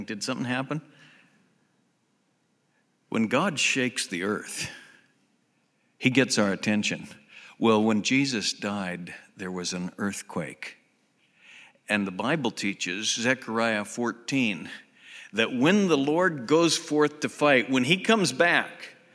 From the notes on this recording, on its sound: Southwest Bible Church in Beaverton Oregon